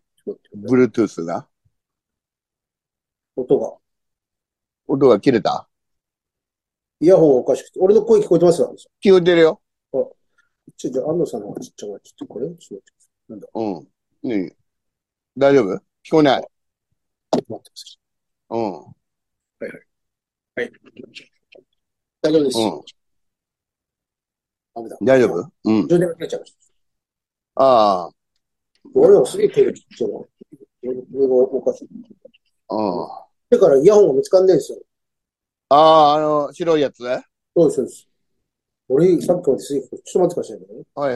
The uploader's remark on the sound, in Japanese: ZOOMで収録。